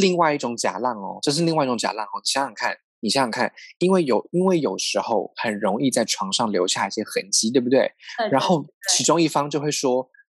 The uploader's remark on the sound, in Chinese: 本集節目使用 Zoom 遠距錄音，固有音質不佳、斷訊之情況敬請見諒。